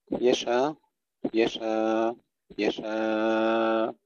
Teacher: بحذف الهمزة مع 3 أوجه في الألف، قصر وتوسط ومد